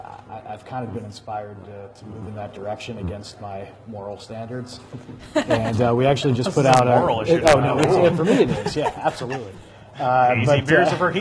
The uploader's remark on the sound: Live From Yogi's: Bloomingon Brewers On Indiana Craft Beer.